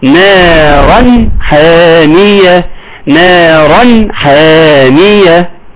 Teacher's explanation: تحافظ على ترقيق النون ثم ترقيق الالف اللي بعدها